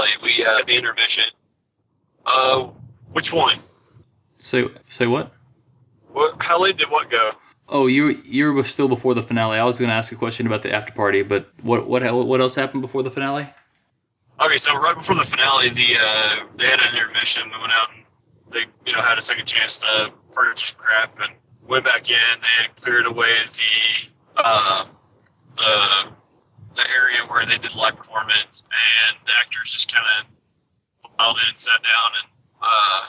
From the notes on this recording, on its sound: We ran into some technical snags trying to get good audio on this check-in since they were on the run